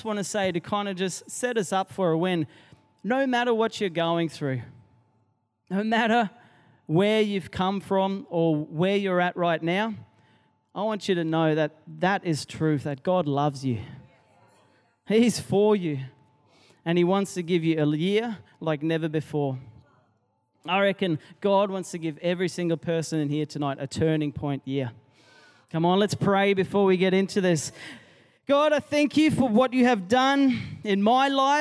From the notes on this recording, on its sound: Recorded during our 5pm service on Sunday, the 5th of February 2023.